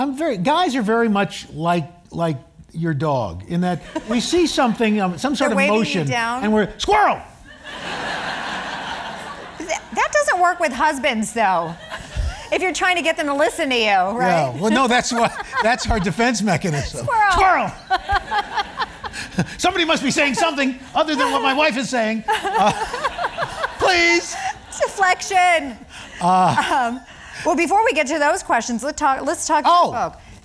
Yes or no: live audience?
yes